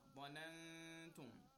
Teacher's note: Ikhfa means silencing the sound of noon and applying ghunna.